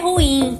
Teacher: A palavra ruim é uma oxítona, mas muitas pessoas pronunciam como paroxítona. Ruim. Por exemplo, deu ruim.